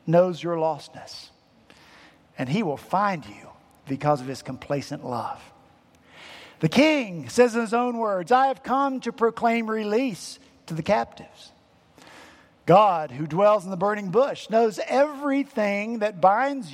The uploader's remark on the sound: At Redeemer Presbyterian Church in Charleston, SC